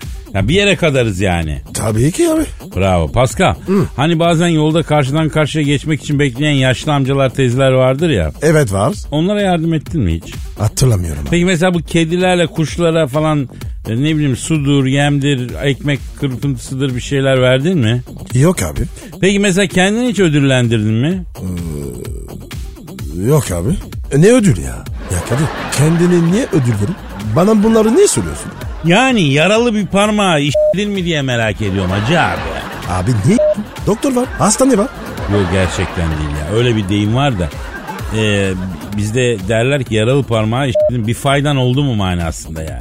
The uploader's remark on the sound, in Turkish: Telefon görüşmesi.